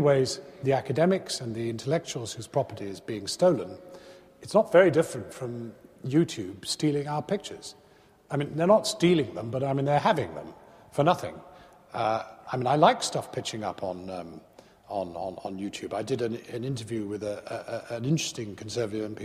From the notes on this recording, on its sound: Recorded on Friday 19 November 2010 at the University of Edinburgh's McEwan Hall.